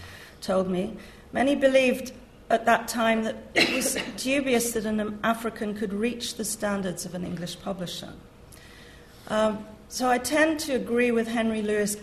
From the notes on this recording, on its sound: This event forms part of the LSE Space for Thought Literary Festival 2015